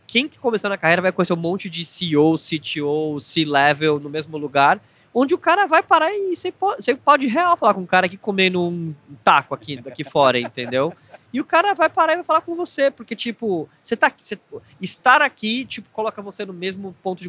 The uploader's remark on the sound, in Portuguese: Gravado diretamente do Web Summit em Lisboa